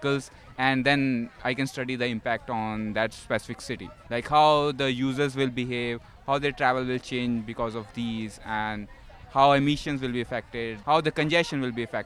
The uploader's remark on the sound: This episode took place live at the COGS Fall Welcome Back event.